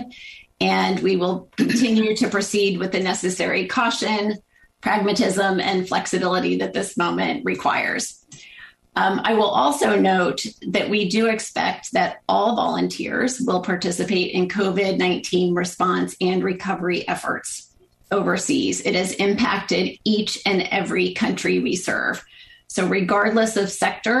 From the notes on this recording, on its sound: This program was recorded via video conference on December 2nd, 2021 by the Commonwealth Club of California.